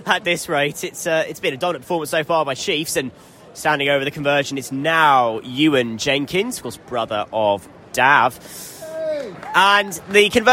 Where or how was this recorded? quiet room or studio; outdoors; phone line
outdoors